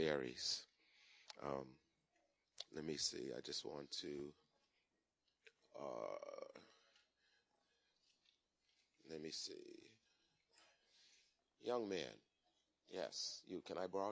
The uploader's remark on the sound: Recorded on 2017-02-19 at the 08:30am Service.